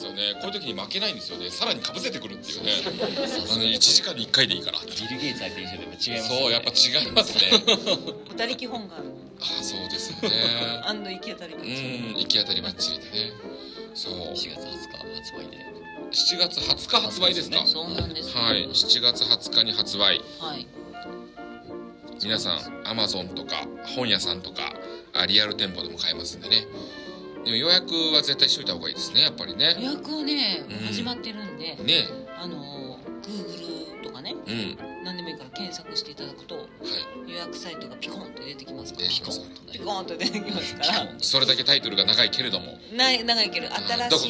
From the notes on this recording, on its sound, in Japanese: 西湖で開催されたあの方のオフ会にて収録した